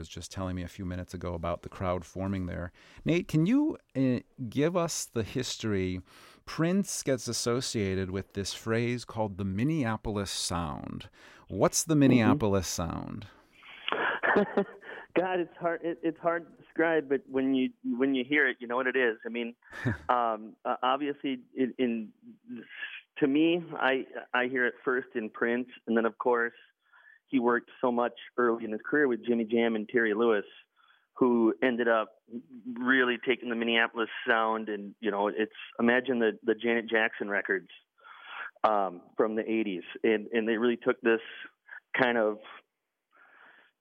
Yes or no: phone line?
yes